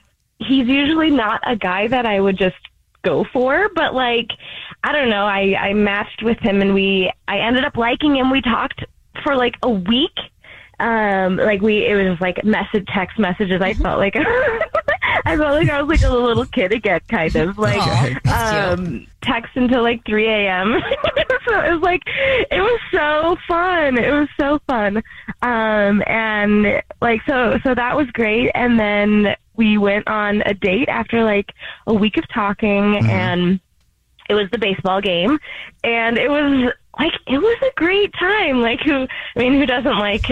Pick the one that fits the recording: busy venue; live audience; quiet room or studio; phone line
phone line